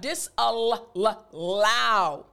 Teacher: So again, the word being disallow, you can actually hear me putting more stress or more emphasis on one part of the word. And that part is actually toward the end of the word, the L sounds.